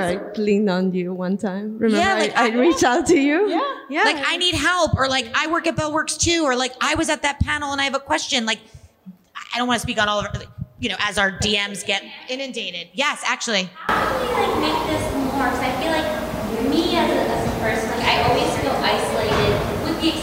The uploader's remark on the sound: Bell Works How its WORKS Live: International Women's Day 2023. We promise that a listen to this one will feel like you were in the audience LIVE action with the whole crew. The room was PACKED!